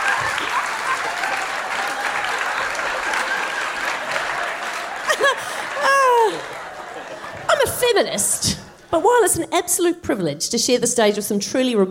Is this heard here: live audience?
yes